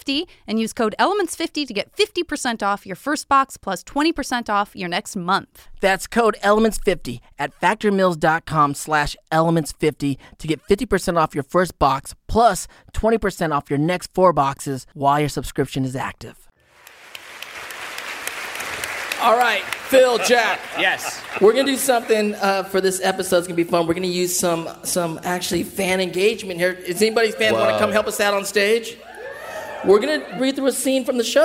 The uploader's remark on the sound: We’re back at San Diego Comic Con for another LIVE podcast recording! Join us for an exclusive listen to our panel.